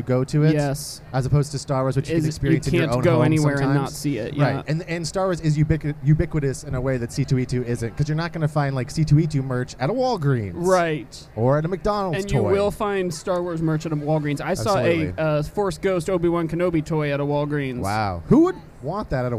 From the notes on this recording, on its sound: Live on the floor at C2E2 itself in the Podcast Central booth. This episode was super fun to record as we were basically watching hundreds of people walk past us in amazing cosplay the entire time. If we sound a little scattered during the live portion of the episode, it's because we were! The people walking by who occasionally would stop to see what weird thing was happening.